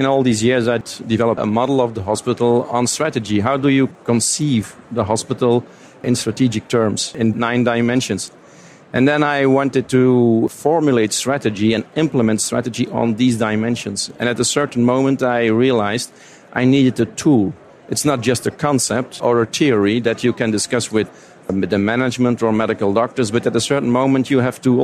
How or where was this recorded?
busy venue